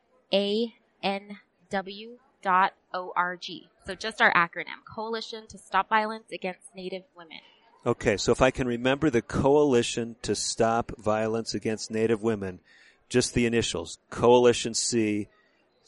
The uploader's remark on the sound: recorded at the 2019 NCAI Convention in Albuquerque, NM